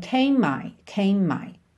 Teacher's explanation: Então o M é o último som dessa palavra. E o M é o primeiro som e a primeira letra de my. Então a gente junta num M só.